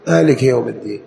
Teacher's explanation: مالك يوم الدين بالكسر ليس بالياء